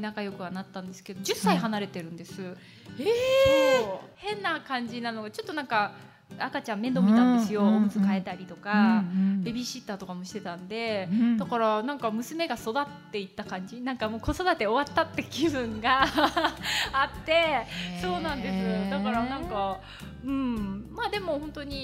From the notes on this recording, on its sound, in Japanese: 公開収録